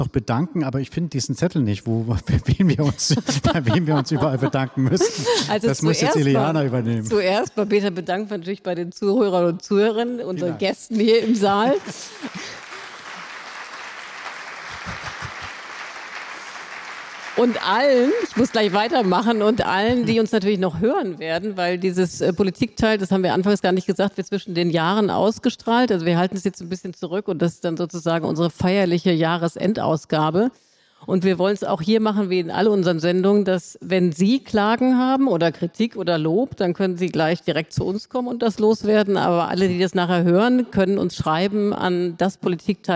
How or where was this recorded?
live audience